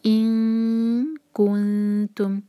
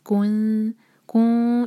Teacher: سو ان کنتم، دیکھیے کیف کے اوپر جب جہاں دمہ ہے تو ہمارے ہونٹ گول ہوں گے، لیکن اس کے بعد جو نون ہے، جب نون پر آئیں گے تو ہمارے ہونٹ گول نہ رہیں · Shown in: first take · تو یہاں پر مطلب اپنے منہ کو نارمل پوزیشن میں لے آئیں گے.